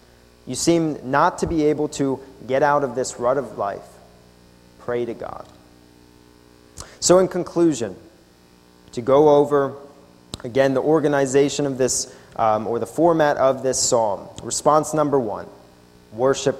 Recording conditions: large echoing room